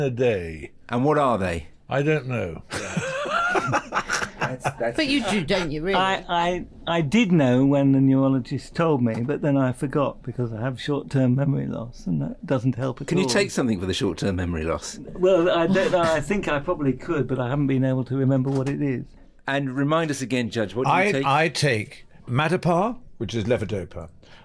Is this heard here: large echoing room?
no